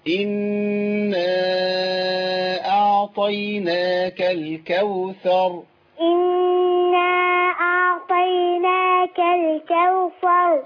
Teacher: خدي بالك من النون اللي عليها شدة، نغنيها شوية